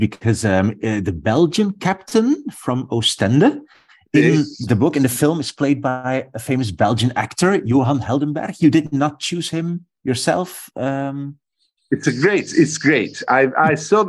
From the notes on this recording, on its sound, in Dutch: Ik sprak hem via videocall in Toscane waar hij op vakantie was, vrij vertaald 'in het hol van Pluto'.